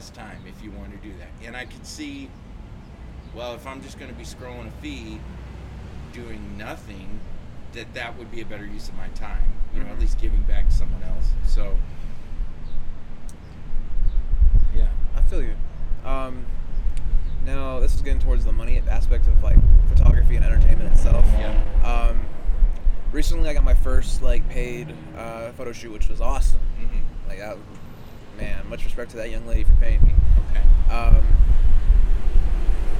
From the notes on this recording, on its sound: Teaching Outside a Coffee Shop in Wichita Falls, Tx. I turned the cameras on and recorded our lunch date.